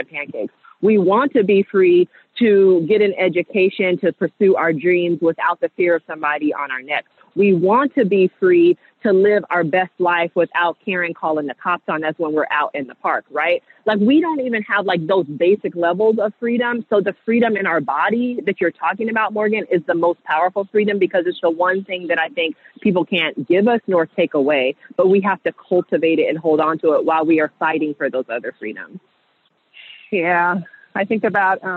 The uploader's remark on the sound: Hop on the phone and take a walk.